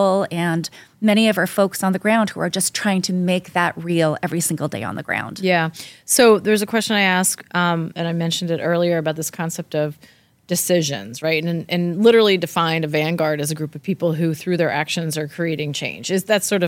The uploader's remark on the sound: In this special episode recorded at ADWEEK's Outlook 2024 event in New York City.